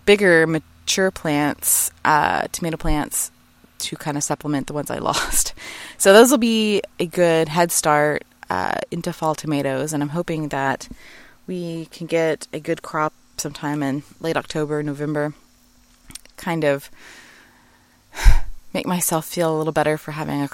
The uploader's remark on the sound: Live from My Backyard